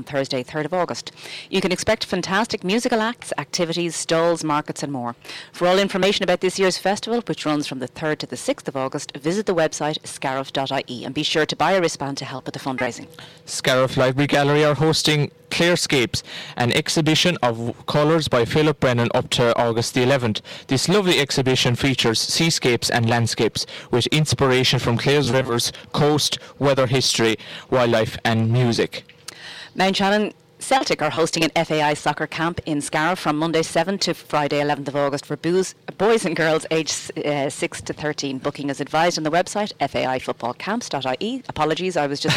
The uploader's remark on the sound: broadcast from the Stand at Tulla GAA pitch as part of Tulla Music Festival